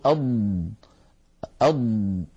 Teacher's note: نجد بأنه لا يجري معها نفس ولكن الصوت يمتد. أض هل تسمعون صوتها؟ · Term: رخاوة